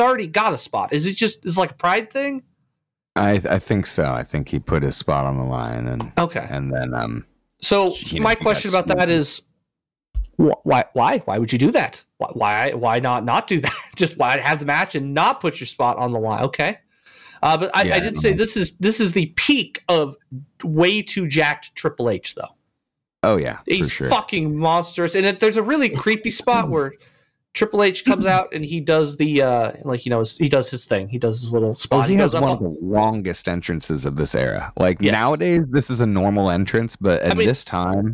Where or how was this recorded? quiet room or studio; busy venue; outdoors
quiet room or studio